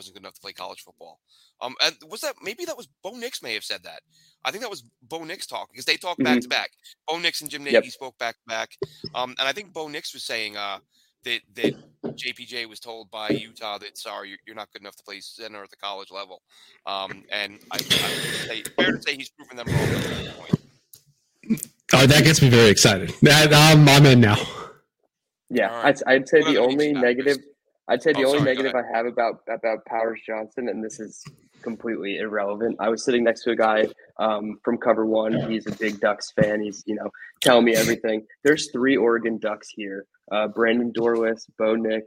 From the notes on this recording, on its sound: We had some audio issues on this episode